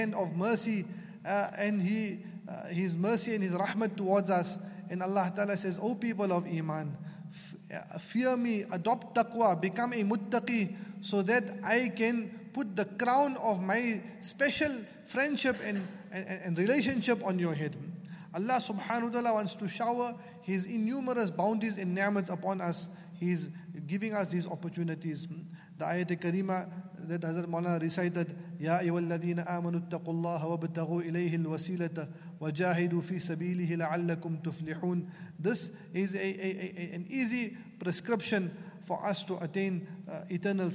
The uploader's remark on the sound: at the Houghton Masjid (West Street)